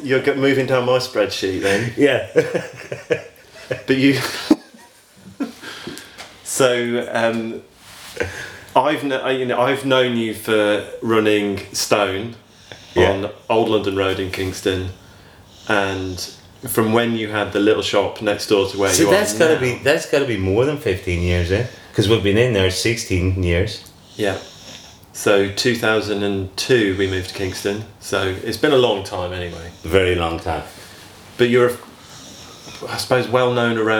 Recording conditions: sounds in the background